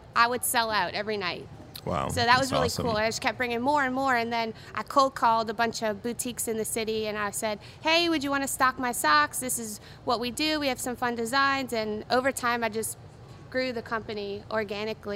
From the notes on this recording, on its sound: Out to Lunch is recorded live over lunch at NOLA Pizza in the NOLA Br.